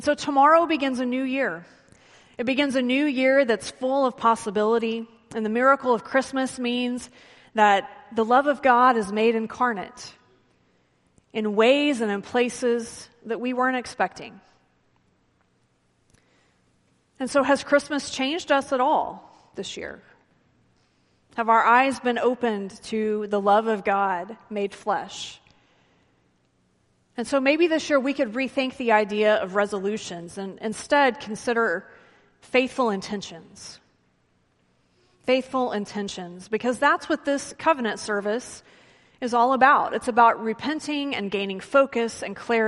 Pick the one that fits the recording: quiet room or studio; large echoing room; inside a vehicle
large echoing room